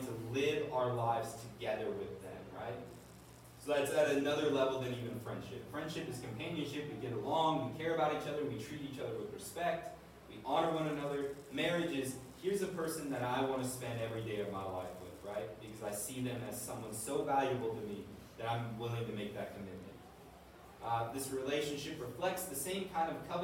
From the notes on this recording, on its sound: This is a recording of a previous lecture we did on relationships, marriage, and sex. The quality of the recording is not our usual standard.